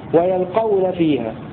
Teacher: وقرأ صحبة وحمزة وصحبة وهم حمزة وكسائي وشعبة بفتح الياء وسكون اللام وتخفيف القاف